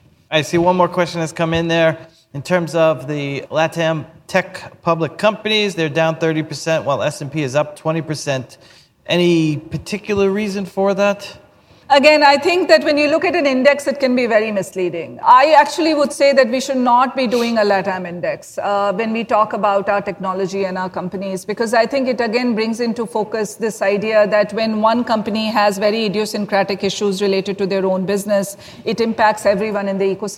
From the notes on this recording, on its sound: This special episode was recorded at LendIt Fintech LatAm in Miami.